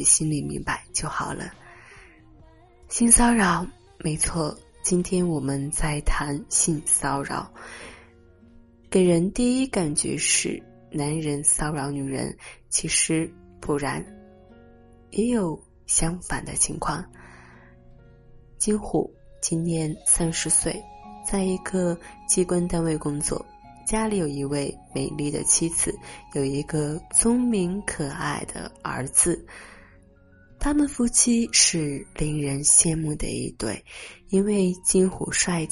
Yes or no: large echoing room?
no